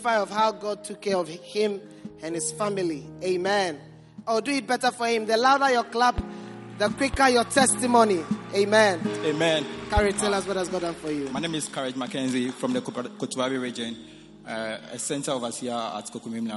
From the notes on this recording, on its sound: Preached at the Prophetic Encounter Service.